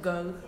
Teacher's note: For example, for this sound, it would be voiced velar plosive, which would be the one in go, the first sound